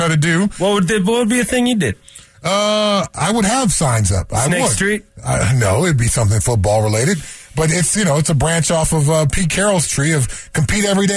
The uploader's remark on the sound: Calls in live from practice.